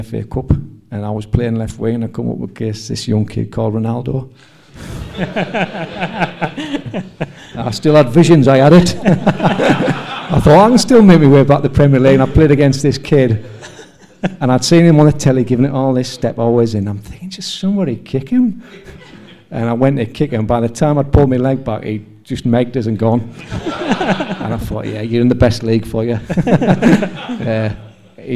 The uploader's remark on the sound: Live at The Isis. This is the first live podcast we've done. We recorded in front of a live audience at the Isis, Sunderland. There may be a few pops and squeals in the wrong place, but it was live after all.